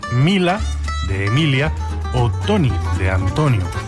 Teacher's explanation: la conservación de la sílaba tónica, mientras que las que la preceden se pierden muchas veces